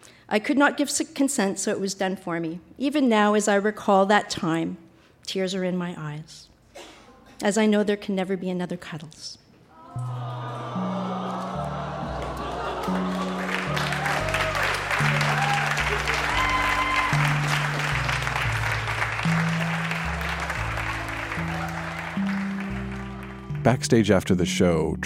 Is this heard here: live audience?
yes